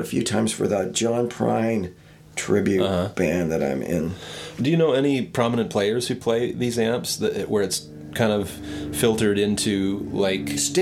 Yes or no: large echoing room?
no